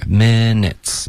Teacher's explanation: minutes 要注意别发成 me 不是一个 e 的音舌头要低一点